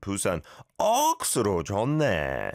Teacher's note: So rather than saying it too stiffly, you emphasize the 억, and it sounds like the exclamation, 부산 억수로 좋네.